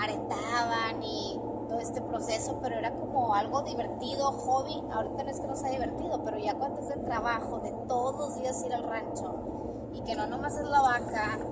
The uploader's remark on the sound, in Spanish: Un podcast que grabamos en carretera en un viaje familiar